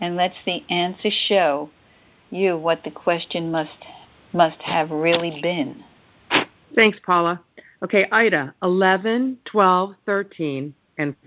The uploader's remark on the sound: ACIM Daily TEXT Conference Call